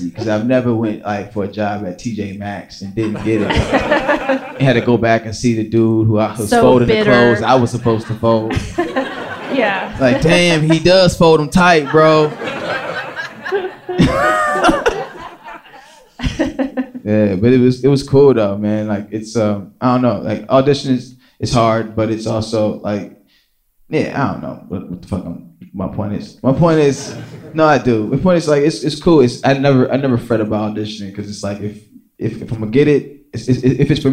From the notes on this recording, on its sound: Live from Just For Laughs 2019.